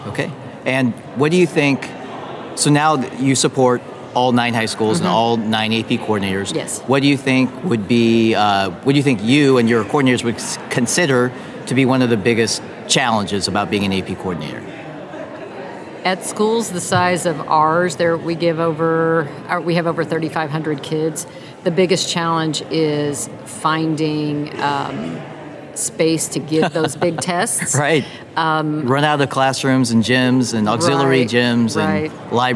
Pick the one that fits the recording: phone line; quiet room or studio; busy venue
busy venue